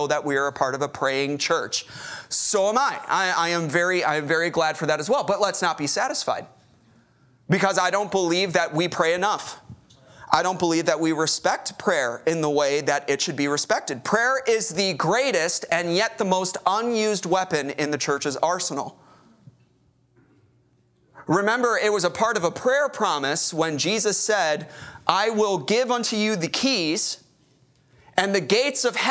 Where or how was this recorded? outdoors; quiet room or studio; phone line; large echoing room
large echoing room